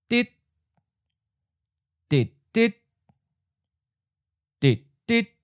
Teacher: Eighth tone changes to fourth tone. High stop changes to mid stop